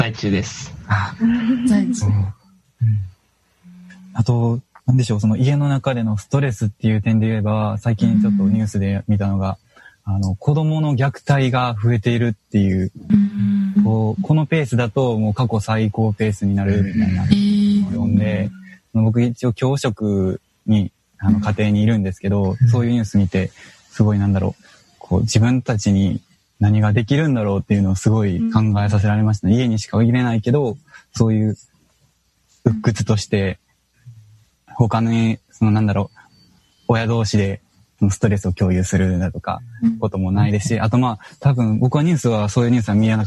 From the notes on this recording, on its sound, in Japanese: この番組は、20年7月2日にオンラインにて収録した音源を放送しています。